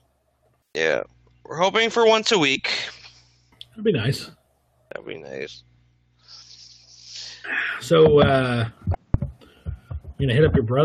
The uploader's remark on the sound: Apologies in advance for the quality!